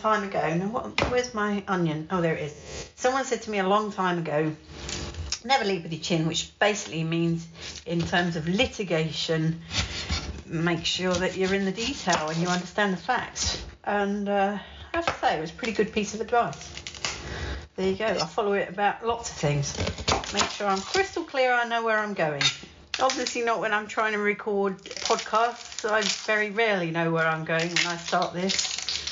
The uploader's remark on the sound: Recorded live on location from my kitchen as I prepare my dinner.